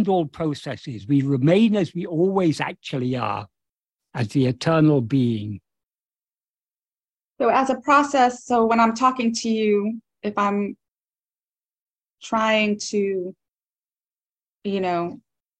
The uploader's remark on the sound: In a Zoom meeting with the Ramana Maharshi Foundation UK on 29th July 2023